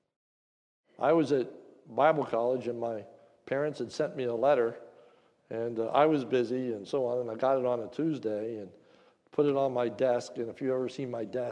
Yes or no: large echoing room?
yes